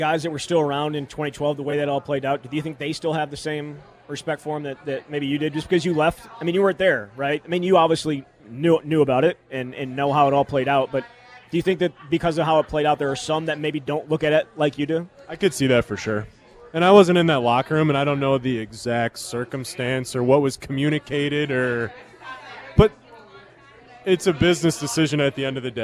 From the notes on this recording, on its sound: live from Monk's in Sun Praire